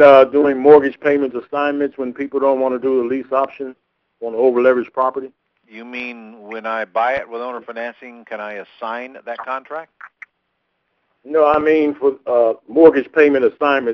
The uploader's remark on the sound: Q&A Call